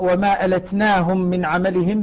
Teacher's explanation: ابن كثير يقرأ وما ألتناهم من عملهم بكسر اللام